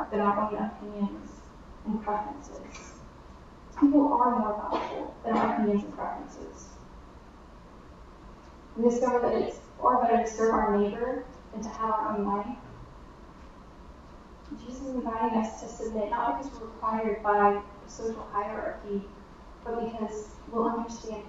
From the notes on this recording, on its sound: We apologize for the audio quality, the connection was bad.